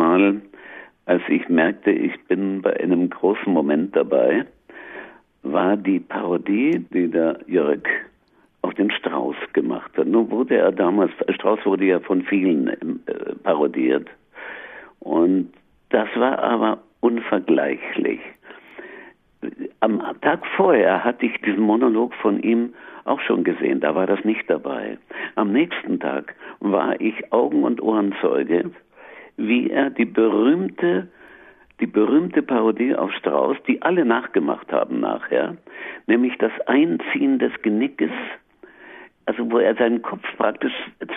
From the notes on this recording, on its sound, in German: Am Telefon in Berlin.